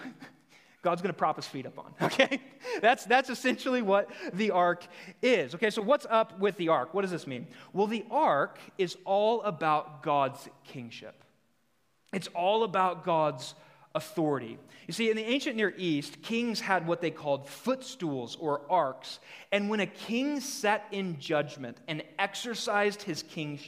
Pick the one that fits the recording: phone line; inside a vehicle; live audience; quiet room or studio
live audience